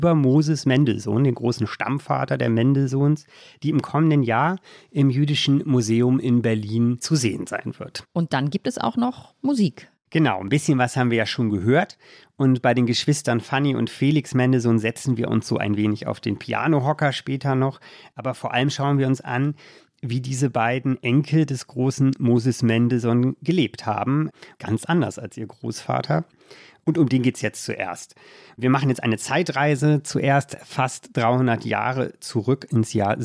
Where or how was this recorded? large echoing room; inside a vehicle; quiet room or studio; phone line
quiet room or studio